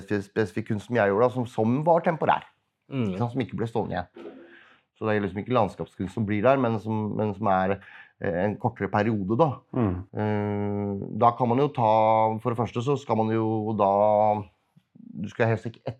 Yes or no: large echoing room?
no